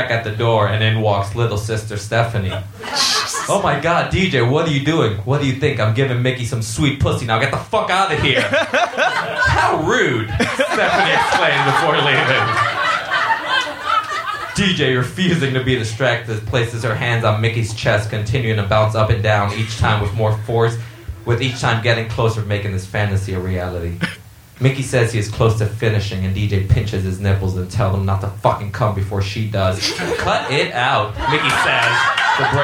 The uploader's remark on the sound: Recorded live at Union Hall, Brooklyn, 3.16.13